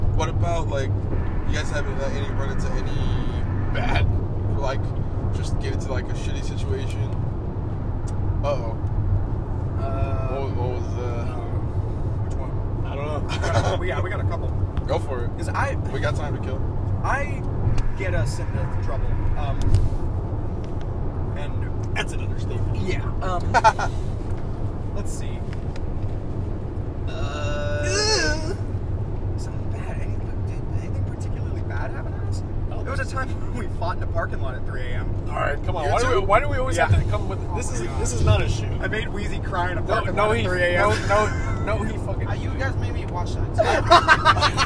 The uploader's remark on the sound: We recorded on our way back from REAL Pro Wrestling in Fort Myers, FL